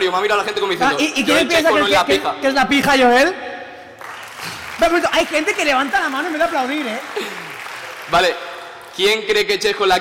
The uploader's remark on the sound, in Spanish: Finales de julio tuvimos la oportunidad de cerrar la temporada en directo dentro del 'Propera Parada: Summer Fest'.